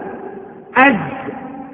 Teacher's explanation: وتخرج من طرف اللسان مع ما بين الثنايا العليا قريبة إلى السفلى مع انفراج قليل بينهم · Term: الزاي